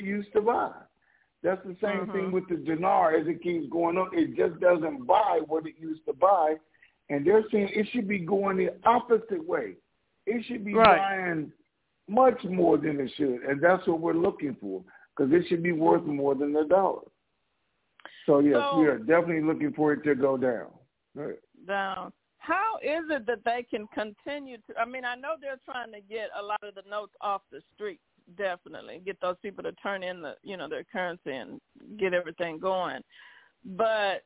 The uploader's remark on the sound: TNTSuperfantastic Conference Call